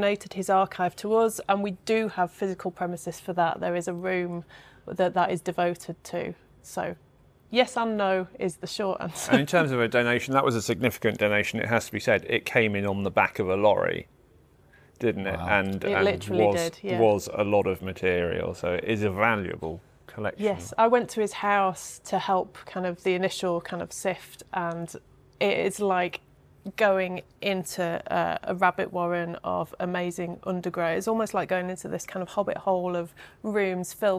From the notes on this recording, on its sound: We will be presenting interviews and other items of folklore interest which we have captured on location. Recorded at the 40th anniversary conference of the International Society for Contemporary Legend Research at Sheffield Hallam University.